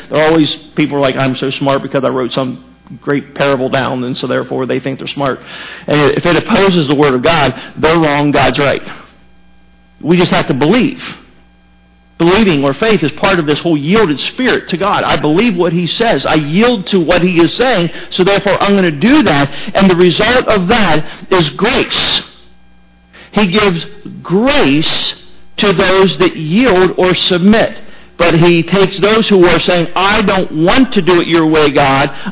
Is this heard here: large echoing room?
yes